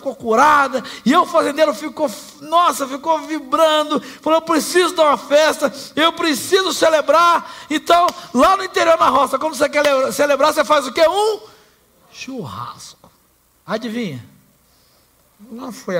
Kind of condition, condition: setting, live audience